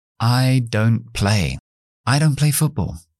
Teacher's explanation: Porque está al final de la palabra después de una consonante y la mayoría de las palabras que vienen después, los verbos, empiezan con consonantes. Cuando hay una T entre consonantes, como en este caso, no intentamos pronunciarlo.